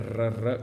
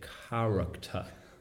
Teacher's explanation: con la R, con la lingua che sbatte nel palato duro · Shown in: first take · e fa questo trrr, no? · Term: R trilled